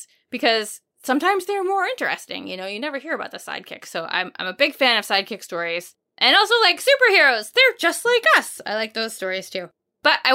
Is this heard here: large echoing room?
no